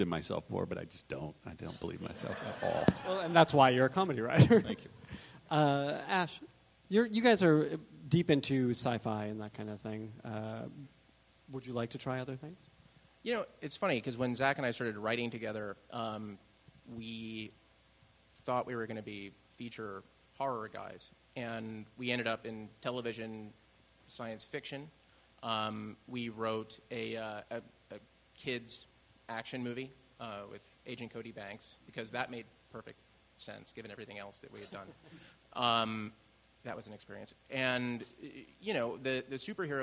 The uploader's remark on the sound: Recorded live at the Austin Film Festival on October 24, 2013.